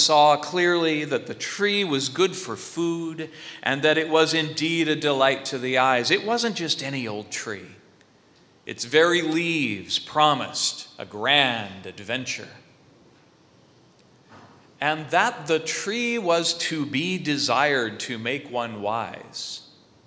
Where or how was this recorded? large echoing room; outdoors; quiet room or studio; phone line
large echoing room